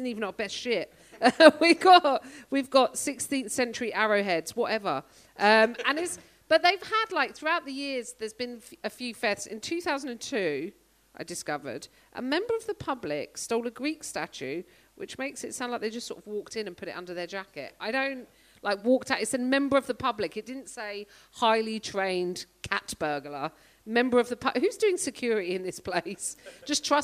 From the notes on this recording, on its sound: Live from Edinburgh Fringe! Recorded in front of an audience at the Edinburgh Fringe Festival.